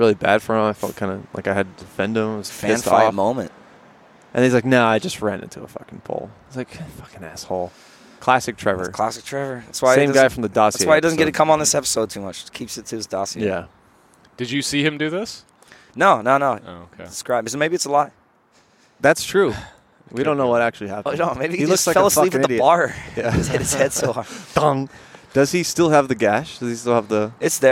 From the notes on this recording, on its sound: Live from another Greenfields bench